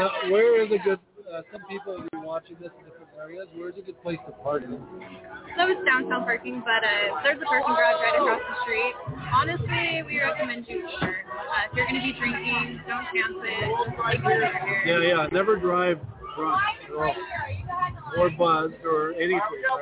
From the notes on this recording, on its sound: Live From Good Grammar Bar IN Downtown Salt Lake City Post Covid.